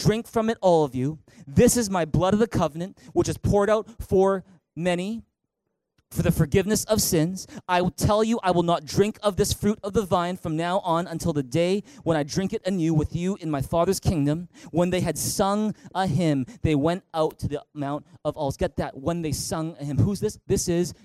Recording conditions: large echoing room